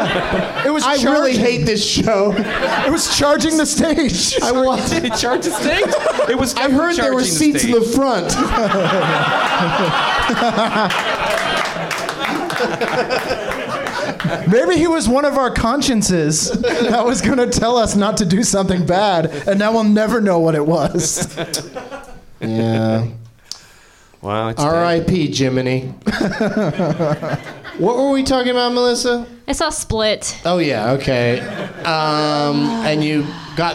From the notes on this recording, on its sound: Live from the NerdMelt Showroom in LA